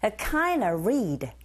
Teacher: 일반적으로 은사운드, 드사운드 같이 붙어있을 때 드사운드가 아주 미약하게 들리거든요. · Term: 연음현상